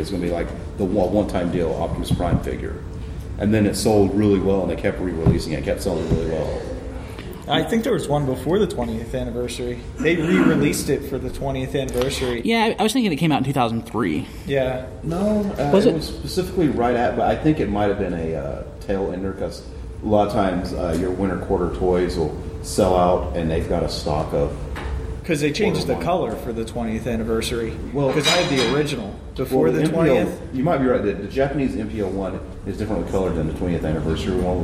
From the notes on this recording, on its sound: The Transformers panel from Joelanta 2015.